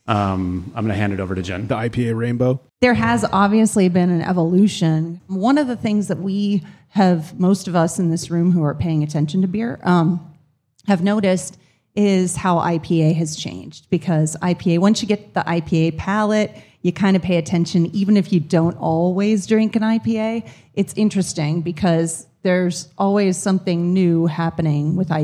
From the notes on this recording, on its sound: We are live from Fluid State Beer Garden in Ventura, CA! In front of a live audience.